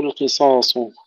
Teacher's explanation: كلمة القصاص القاف مفخمة وكذلك الصادان والألف بينهما لكن اللام مرققة، عليكم القصاص وليس عليكم القصاص.